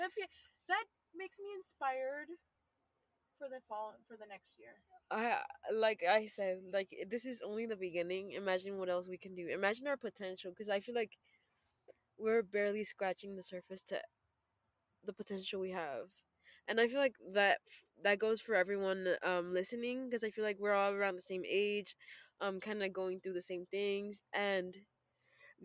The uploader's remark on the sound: This chatty episode recorded from our car.